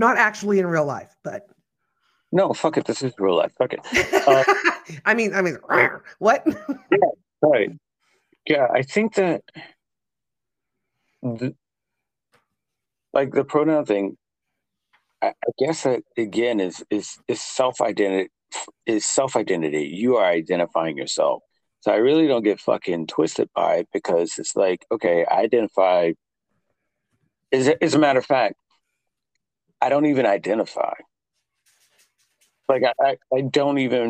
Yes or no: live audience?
no